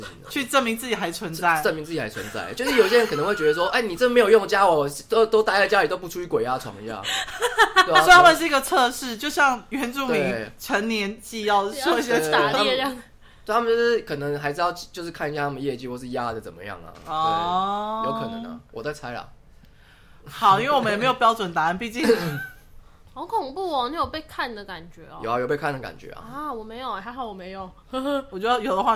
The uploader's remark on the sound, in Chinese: 錄製時現場有好兄弟加入，若有雜音可能他們也想分享，可惜沒有高科技儀器清晰解檔播出